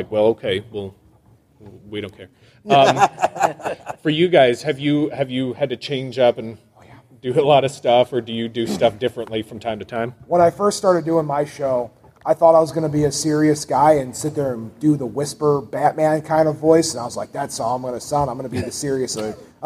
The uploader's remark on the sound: Wizard World Paranormal Podcast Panel. We thought we would pull back the curtain a little, and share the audio from the panel.